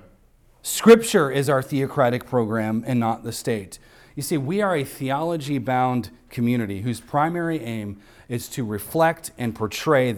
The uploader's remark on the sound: recorded on Sunday, January 14th, 2024, at the weekly worship gathering of Cross & Crown Church.